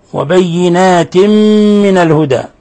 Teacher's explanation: تنوين كسر جاء بعده الميم، الحكم التجويدي إضغام بغنة